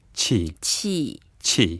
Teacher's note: And when we say 气, we have to go down. It's the fourth tone.